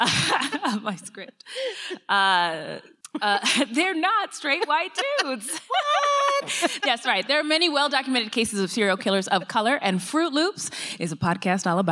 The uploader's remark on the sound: LIVE at CrimeCon